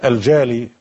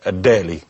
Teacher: الجيم بتقلب إلى دال، والدال بتقلب إلى تاء